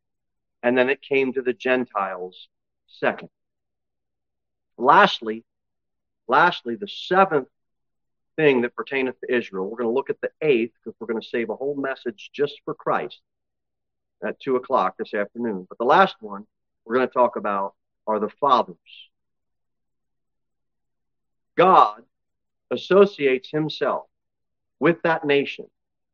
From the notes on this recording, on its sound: Sermon delivered at Pilgrim Baptist Church on Sunday, July 23, 2023, at 11-15 am. Jere Whitson Rd. Cookeville, TN 38501.